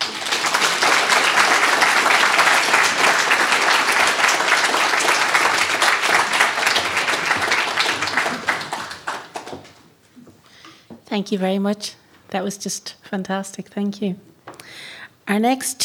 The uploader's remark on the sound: Arlen House Book Launch. Recording from Friday 8 April; a bumper book launch celebrating the release of 5 new exciting titles from Arlen House.